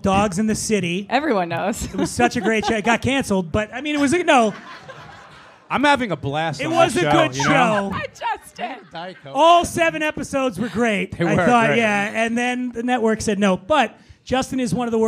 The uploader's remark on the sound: This episode was recorded live at The Stand Comedy Club in New York City. Is joined on stage by comedians.